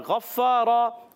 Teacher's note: باریک رکھنا ہے نون زبر نا کانا ٹھیک ہے اور غفارا غین کی ادائیگی حلق کے اوپر والے حصے سے غین موٹا رکھیں گے